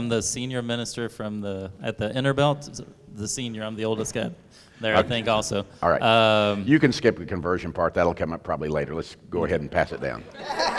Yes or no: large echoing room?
yes